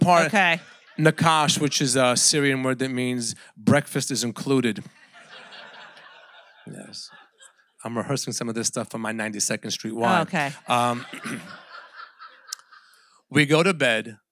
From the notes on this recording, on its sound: in front of a LIVE audience